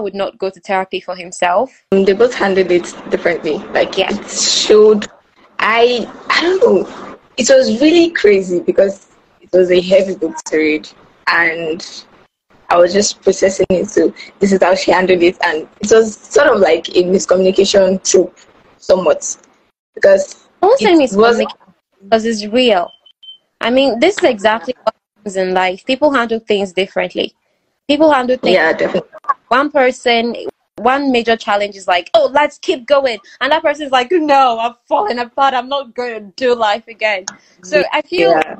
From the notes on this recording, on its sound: I apologize for the breaking audio in advance. Nigerian network providers are so unreliable and many times, we have to record as we see it.